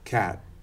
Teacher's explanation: explode the k with some air, cat, but not really explode the t · Term: aspirate